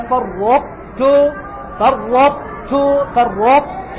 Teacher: الخطأ الثاني أن تزيل الطاء تماما فتقرأ بتاء خالصة، فرطتم، فرطت، أحط، هذا كله خطأ. والصواب أن تقرأ بإدغام مع مراعاة إبقاء الاستعلاء والإطباق الموجود في الطاء التي زالت